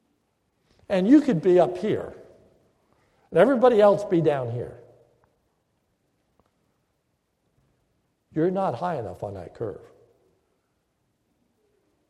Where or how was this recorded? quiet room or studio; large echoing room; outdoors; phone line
large echoing room